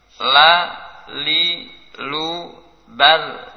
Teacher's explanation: Lam. Tepi lisan dengan gusi atas. Jadi yang warna merah di atas gigi itu.